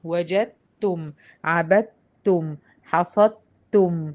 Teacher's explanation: مفيش دال بتتنطق خالص · Term: إدغام